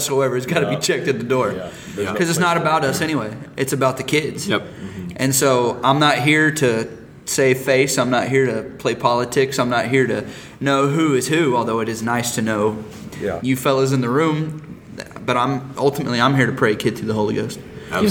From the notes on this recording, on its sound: We are in Pigeon Forge, TN at Kingdom Kids Conference!